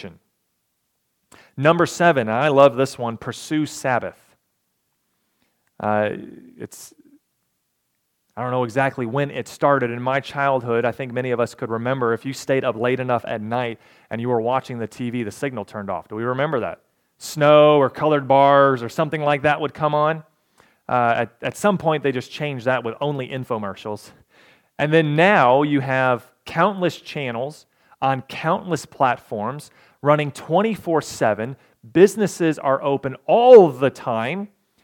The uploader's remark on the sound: recorded November 12, 2022, at the Ringgold Seventh-day Adventist Church.